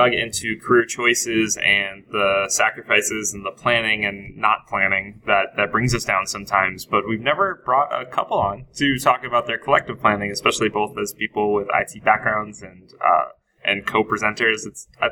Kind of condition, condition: setting, busy venue